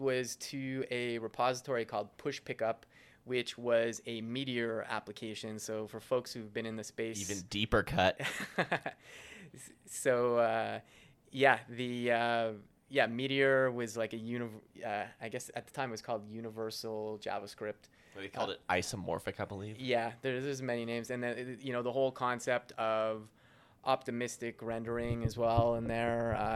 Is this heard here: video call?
no